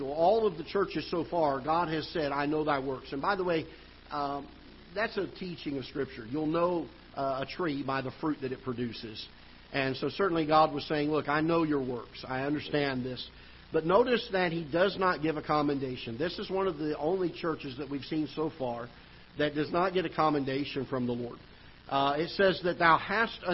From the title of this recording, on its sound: Ketha Heights Baptist Church ~ Live Broadcast